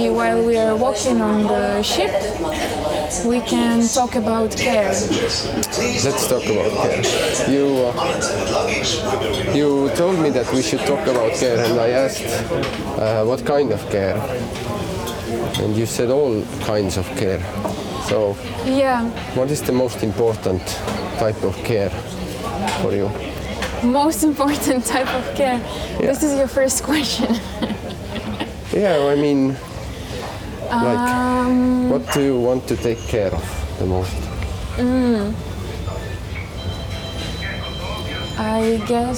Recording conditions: outdoors